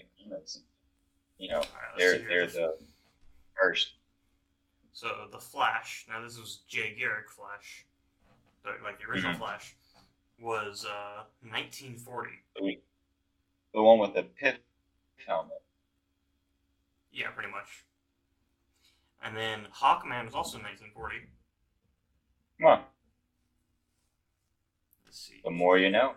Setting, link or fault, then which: fault, poor sound quality